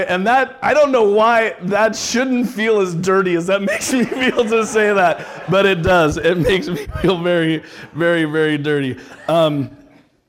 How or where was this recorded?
busy venue